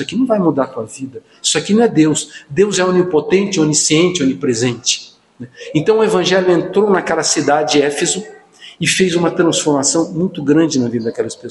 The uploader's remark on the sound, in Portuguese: no culto do dia 20/08/2023